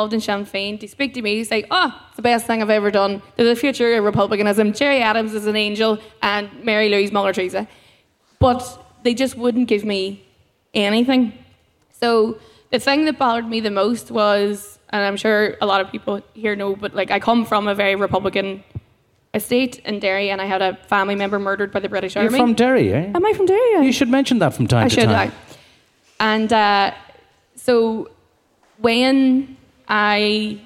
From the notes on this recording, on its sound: In the Mindfield area at this year's Electric Picnic festival